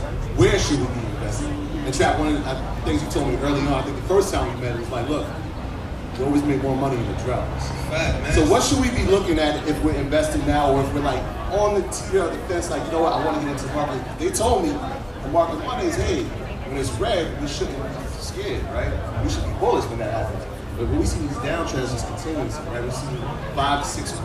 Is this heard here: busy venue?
yes